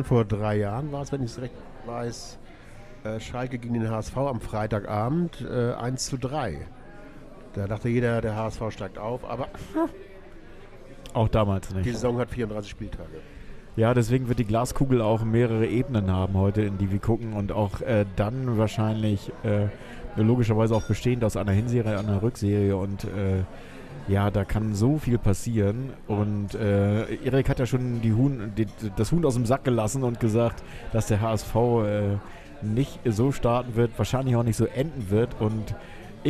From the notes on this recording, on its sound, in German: Live aus er Taverna Plaka in der Schanze.